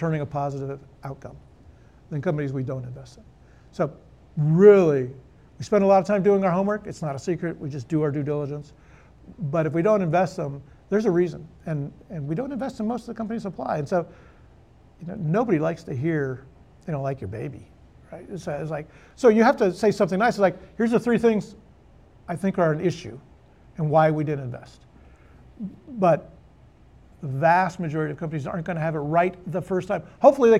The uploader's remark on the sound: The conversation was recorded for a live Austin Startup Week audience